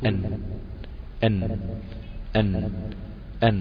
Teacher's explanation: ما طلعش سنانك بره، طرف لسانك من عند أصول الثنايا منبت الثنايا · Term: حرف النون